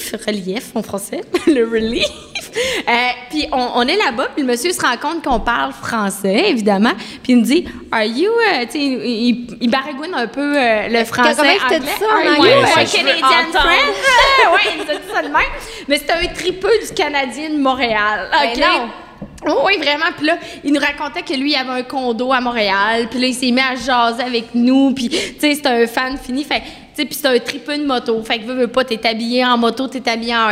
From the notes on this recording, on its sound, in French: Enregistrée "live" de la nouvelle usine de production de notre partenaire Lagabière et ce devant public!